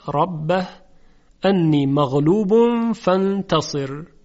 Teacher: کلمه ربه در این کلمه حرف را تفخیم میشود چون فتحه داره